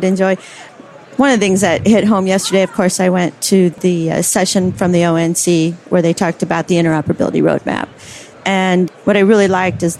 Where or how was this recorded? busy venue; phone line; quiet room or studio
busy venue